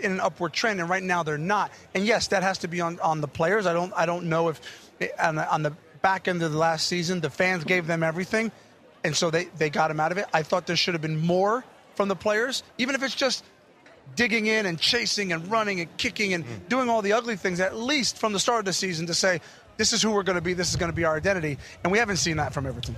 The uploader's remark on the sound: Live From Orlando Fan Fest. Live from the Orlando stage!